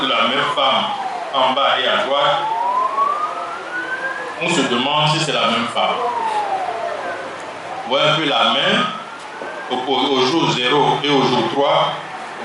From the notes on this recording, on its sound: The first part is a panel discussion held at Hotel Mindiss in Fatick. Other members of the medical profession and the Senegalese media. Headed to MALANGO on that same night for the Xoy ceremony where the Seereer priestly class gather to deliver their sermons and divine the future in Seereer.